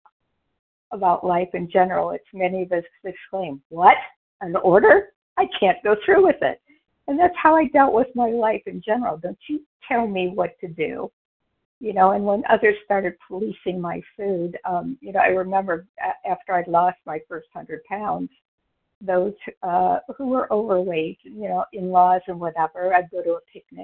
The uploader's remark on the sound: from the 100 Pounders Phone Meeting, 8/22/23.